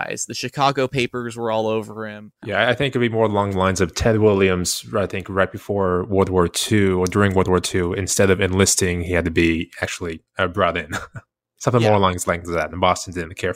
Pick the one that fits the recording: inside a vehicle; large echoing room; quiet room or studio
quiet room or studio